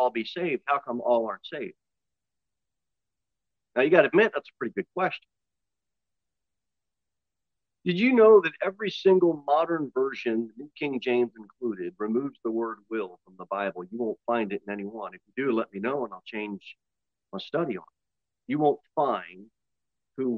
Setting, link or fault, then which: setting, large echoing room